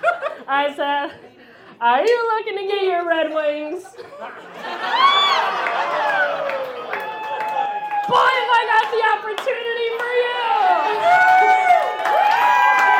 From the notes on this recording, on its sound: About Last Night is a monthly recurring episode releasing a single story from the previous evening's live event! Goes south is a live storytelling event out of Charlotte, NC. This podcast combines audio recordings from these live events. Goes south live events take place on the 3rd Tuesday of the month at Petra's in Historic Plaza-Midwood, Charlotte, NC.